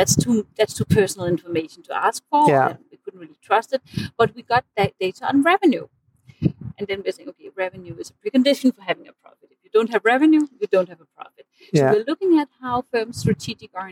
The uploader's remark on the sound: did not set the microphones correctly, but hopefully, it is well enough polished in post-production for you to extract the meaning.